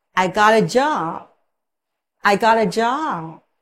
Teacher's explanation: Chữ job mình đọc ngân dài nguyên âm O ra. · IPA: /ɑ/